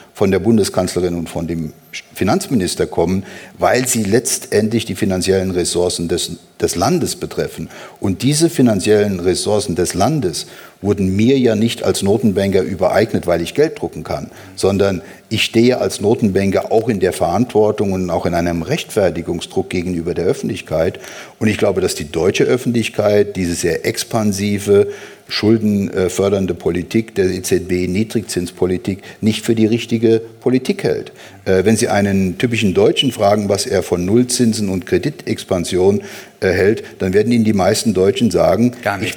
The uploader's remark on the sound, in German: Das Gespräch wurde im September im Zürcher Kaufleuten aufgezeichnet.